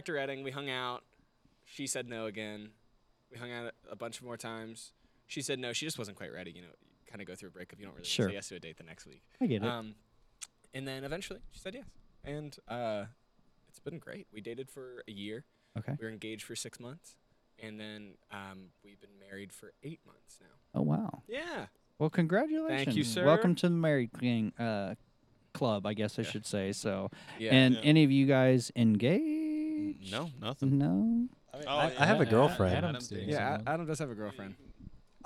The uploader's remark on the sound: We actually recorded this backstage at their concert a few weeks ago.